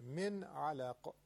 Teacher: نون ساکن به حرف عین که رسیده در من علق اظهار میشه. حروف حلقی نون در نزدشون اظهار میشه، من علق.